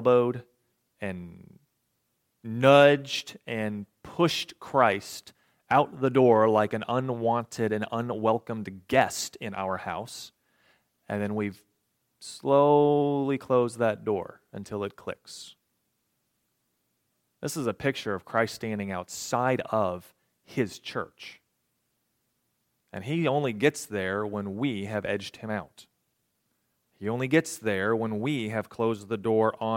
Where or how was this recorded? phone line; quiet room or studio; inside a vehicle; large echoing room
large echoing room